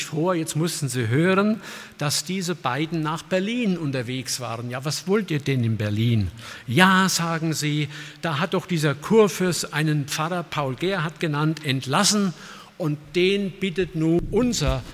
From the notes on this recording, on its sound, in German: aus dem Gottesdienst der Liebenzeller Mission